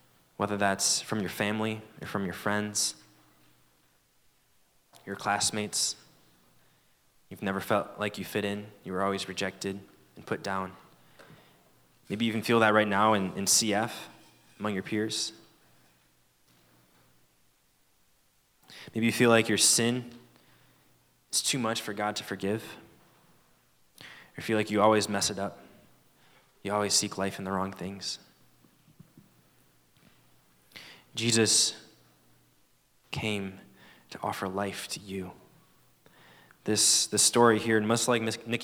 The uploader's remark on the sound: At Fall Conference 2023. Fall Conference is hosted by Campus Fellowship every year toward the beginning of the school year.